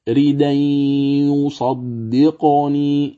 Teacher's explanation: فتدغم نون التنوين في الياء في من كلمة يصدقني إدغاما ناقصا بغنة